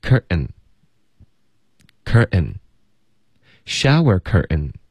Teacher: curtain 的这个 ten 特的音也会用一个喉音停顿，所以就发 curtain, shower curtain, I straightened out your shower curtain, okay?然后后面呢就是